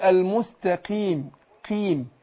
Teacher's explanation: القاف لما بتكسر بتاخد أدنى درجات التفخيم